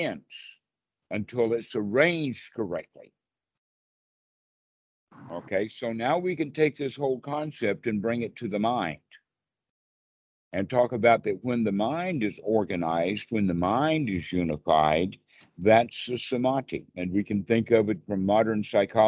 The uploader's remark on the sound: Skype calls on this channel.